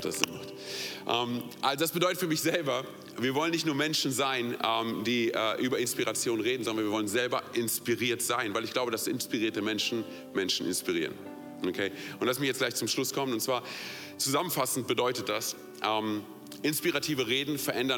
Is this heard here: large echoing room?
yes